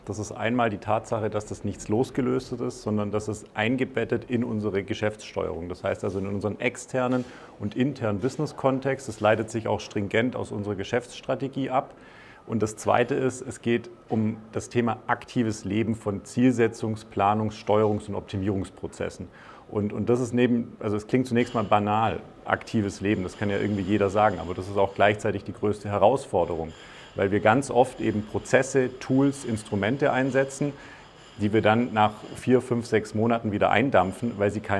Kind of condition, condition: setting, busy venue